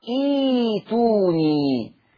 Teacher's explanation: طالما ان انا بدات بها مكسوره هتبدل همزه القطع الساكنه ياء